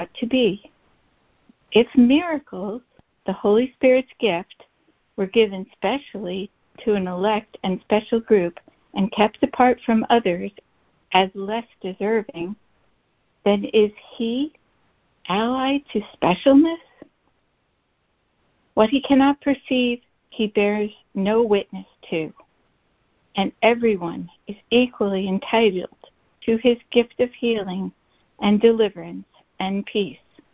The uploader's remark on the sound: ACIM Daily Conference Call.